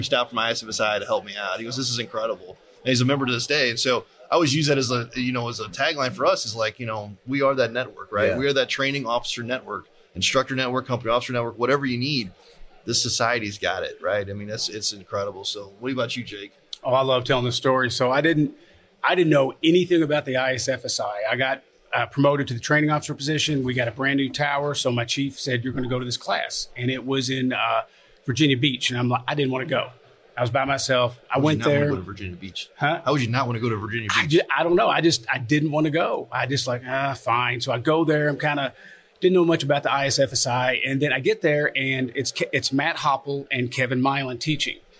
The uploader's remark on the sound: Live at FDIC